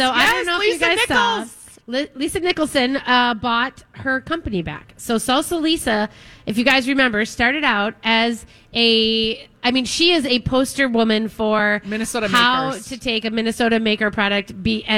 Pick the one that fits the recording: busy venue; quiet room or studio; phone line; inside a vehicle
busy venue